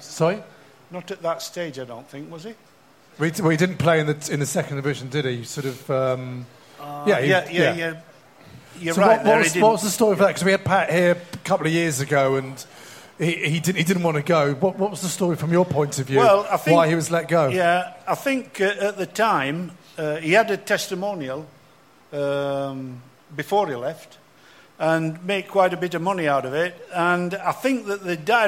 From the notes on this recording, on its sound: The eighth live show